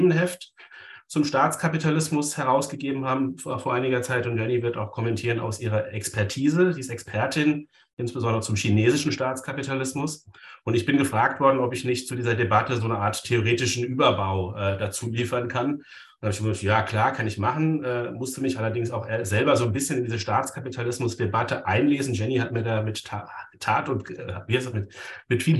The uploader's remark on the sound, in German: Ein Mitschnitt der Online-Diskussionsreihe der Assoziation für kritische Gesellschaftsforschung (AkG).